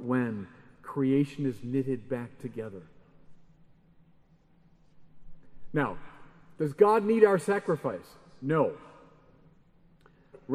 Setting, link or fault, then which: setting, live audience